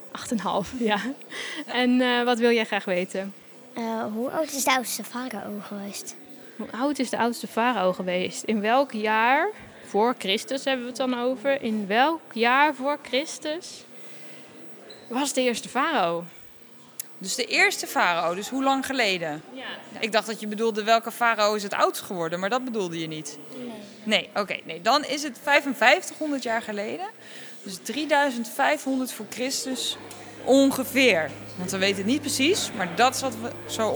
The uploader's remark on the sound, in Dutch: Zijn we live aanwezig in het Rijksmuseum van Oudheden in Leiden, ter ere van het Weekend van de Wetenschap. Midden in de museumzaal. Samen met een heleboel nieuwsgierige kinderen.